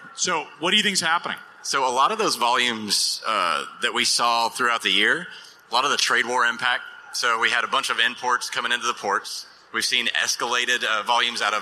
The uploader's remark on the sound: Live from the floor of FreightWaves LIVE Chicago